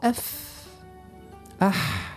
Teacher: تحسوا ما فماش ذبذبات قوية، يعني تحسوا الأوتار من داخل مفتوحة، مش كيف تنطق حرف يعني مجهور. بطبيعة الصفة الضد متاع · Term: الهمس